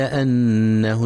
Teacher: ينتبه القارئ لغنة النون المشددة في كلمة أنه، فهي أكمل ما تكون. كذلك ينتبه لفتح الهمزة وعدم كسرها، فلا يقرأ إنه.